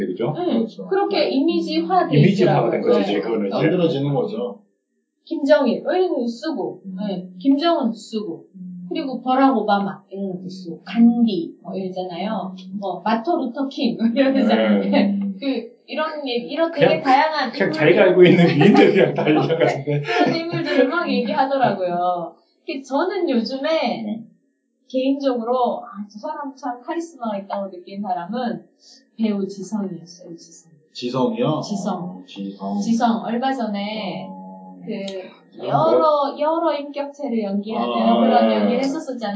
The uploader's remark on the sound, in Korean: (1회부터 3회까지 음질이 고르지 못해 양해부탁드립니다.)